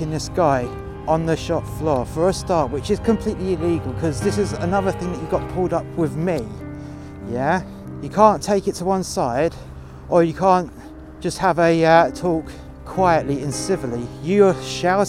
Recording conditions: outdoors